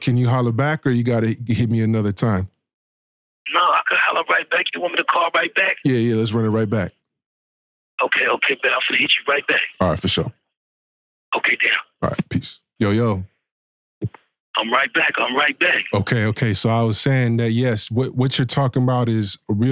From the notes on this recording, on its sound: Exclusive interview via phone from jail.